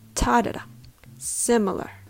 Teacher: Similar is pronounced with a rhythm with the first syllable stress. It goes like ta da da, similar.